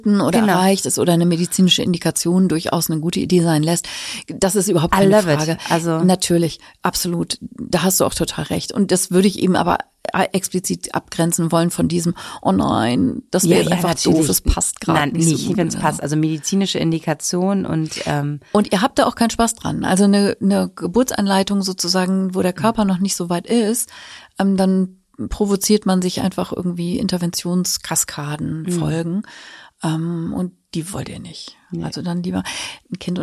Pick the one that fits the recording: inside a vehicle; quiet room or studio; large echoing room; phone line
quiet room or studio